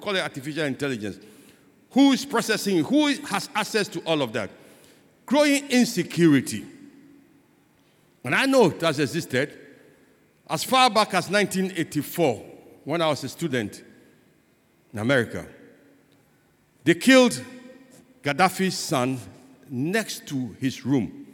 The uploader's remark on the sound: Sermon preached at CBC Shiashie Campus